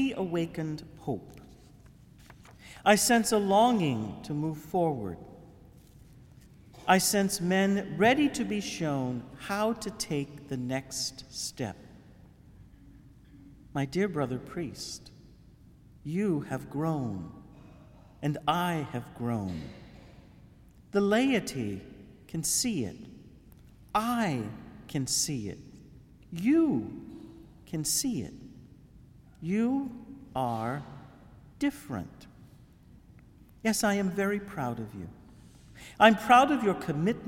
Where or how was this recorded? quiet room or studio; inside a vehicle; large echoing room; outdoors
large echoing room